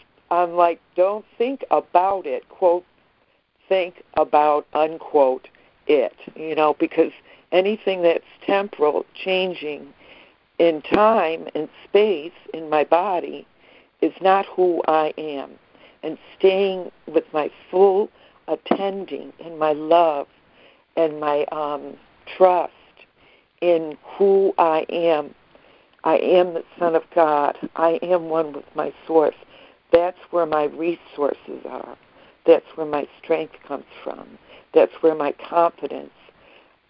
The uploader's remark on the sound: ACIM Daily Conference Call